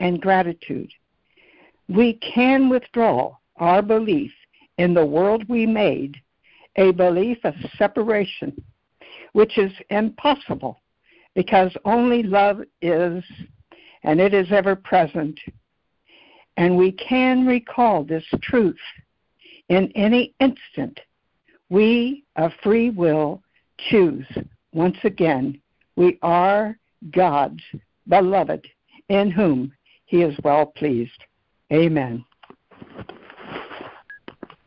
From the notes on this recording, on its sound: ACIM Daily Conference Call